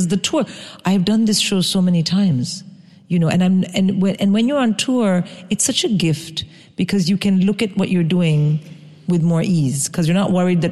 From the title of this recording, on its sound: Live at Podfest Birmingham